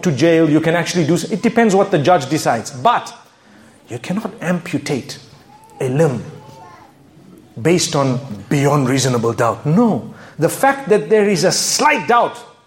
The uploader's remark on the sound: A public lecture from the Island of Grenada. To an audience diverse in faith.